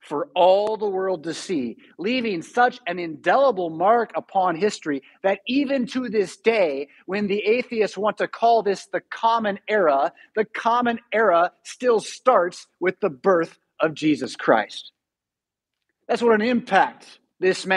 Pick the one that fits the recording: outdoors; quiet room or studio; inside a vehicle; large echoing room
large echoing room